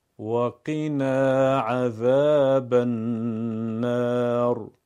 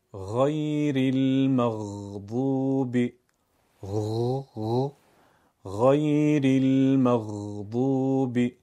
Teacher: حرف قاف انفجاری، غین کششی، سایشی، دنباله دار و هر دو درشت و پرحجم